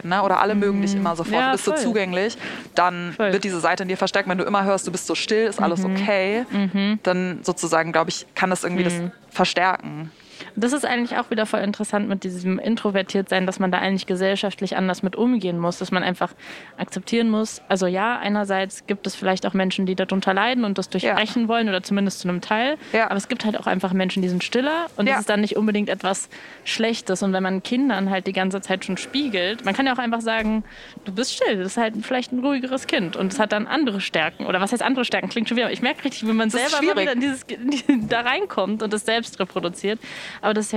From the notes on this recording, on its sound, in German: Eigentlich sollte es von Berlin nach Leipzig gehen, aber aufgrund von Hitze und dringenden Terminen wurde die heutige Folge ausnahmsweise nicht in der Bahn, sondern in der DB Lounge am Berliner Hauptbahnhof aufgenommen. Nicht wundern also, wenn statt Zugrattern zischende Kaffeemaschinen im Hintergrund zu hören sind.